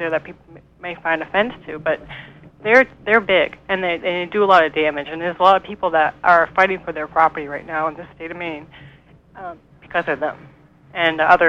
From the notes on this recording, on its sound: MOFGA Studion. Call in show. WERU 89.9 FM Blue Hill, Maine.